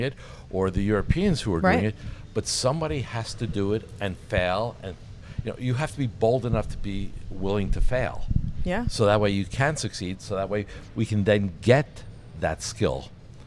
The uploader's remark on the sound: Live from ClaimsXChange